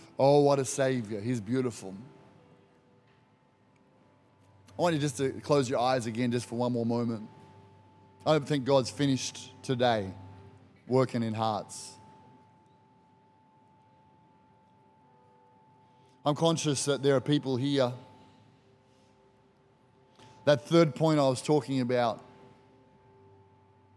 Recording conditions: large echoing room